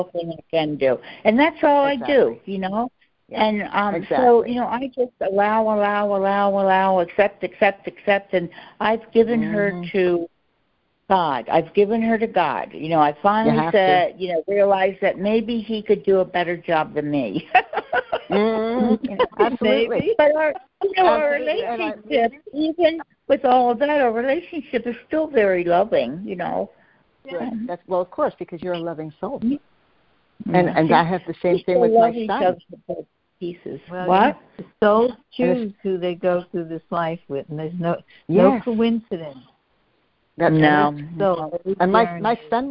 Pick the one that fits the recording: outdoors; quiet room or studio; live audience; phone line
phone line